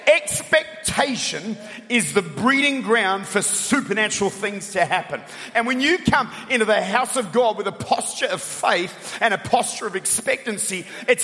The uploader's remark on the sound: Recorded at The Church at Chapel Hill in Atlanta, Georgia